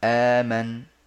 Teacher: يبدلون الثانية حرف مد من جنس حركة ما قبلها نعم قبلها مكسور ابدل ياء قبلها مضموم ابدل واو مفتوح ابدل